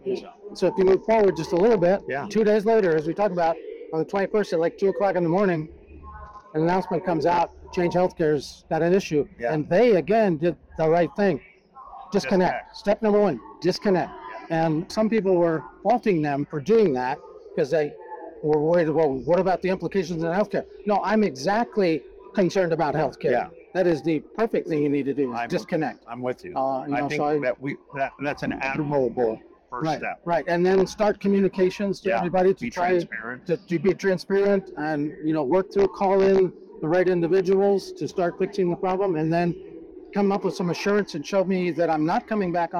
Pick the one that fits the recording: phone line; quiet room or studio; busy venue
busy venue